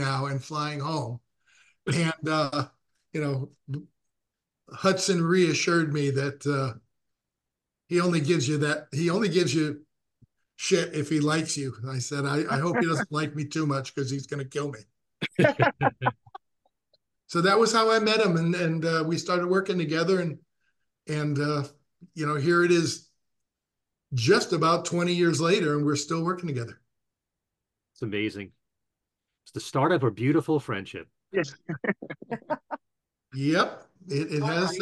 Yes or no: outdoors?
no